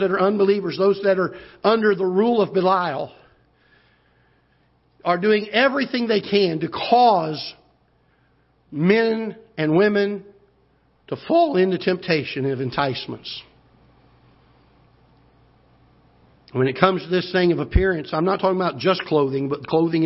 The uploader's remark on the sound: Ketha Heights Baptist Church ~ Live Broadcast